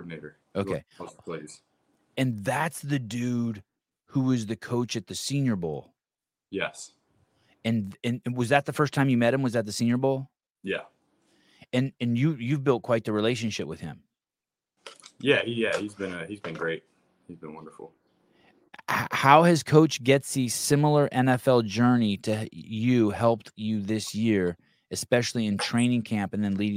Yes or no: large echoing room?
no